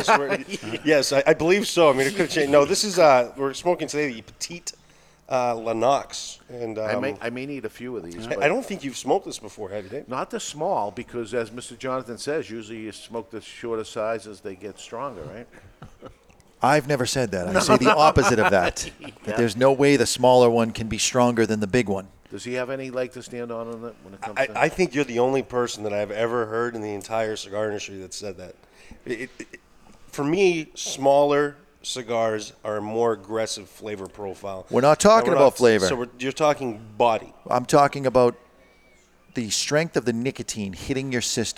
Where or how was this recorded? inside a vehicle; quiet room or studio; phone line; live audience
live audience